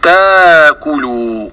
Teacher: لا تأكلوا، همز سكن مفرد في هذه الكلمة ووقع فاء لها، ففيها ما يلي: قرأ ورش والسوسي وأبو جعفر بإبدال الهمزة ألفا مدية هكذا: تاكلوا، وصلا ووقفا لمن ذكرت.